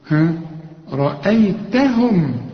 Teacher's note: الهمزة مرققة، الياء برضو مرققة، والتاء كمان مرققة · Term: حروف مرققة